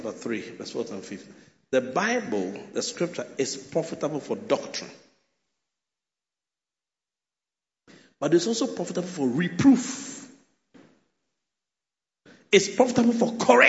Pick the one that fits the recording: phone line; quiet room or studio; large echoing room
large echoing room